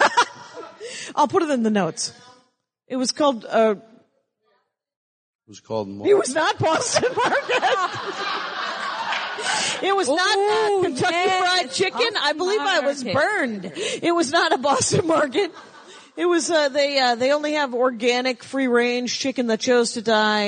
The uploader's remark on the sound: Live at Sketchfest. I did a live Dork Panel.